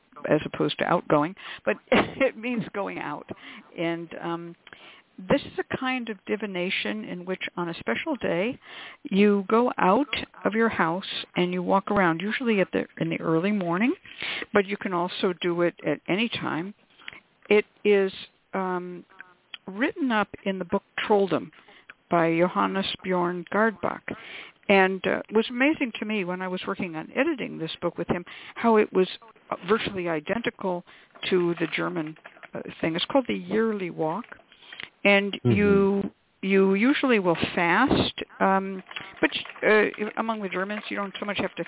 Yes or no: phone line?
yes